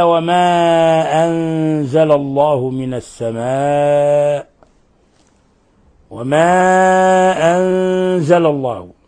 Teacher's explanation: مد منفصل لانفصال الهمز عن حرف المد، يمد من 4 إلى 5 حركات